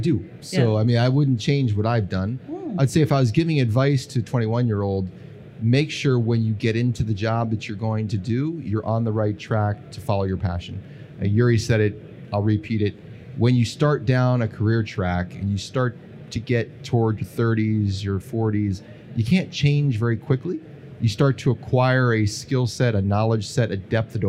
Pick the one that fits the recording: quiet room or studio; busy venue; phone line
busy venue